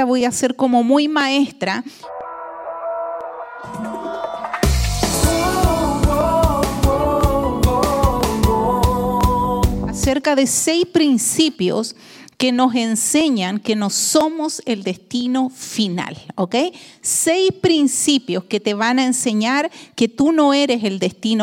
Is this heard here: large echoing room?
yes